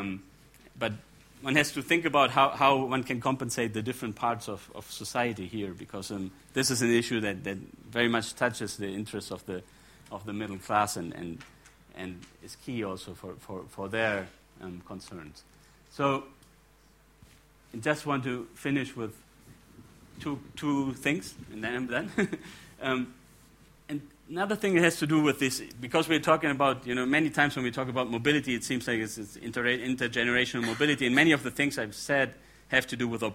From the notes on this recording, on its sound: gives the second talk in the fourth plenary of the The Emerging Middle Class in Latin America: Causes, Challenges and Opportunities conference.